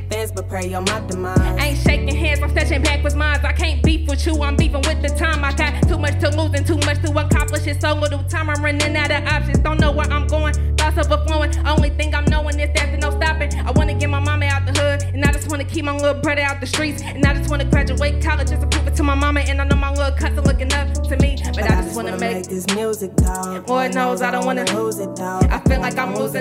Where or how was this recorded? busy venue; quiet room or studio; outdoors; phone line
busy venue